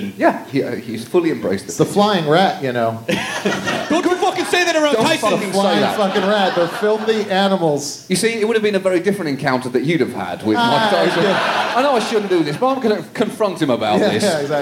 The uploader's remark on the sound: Recorded in front of a live audience at SxSW.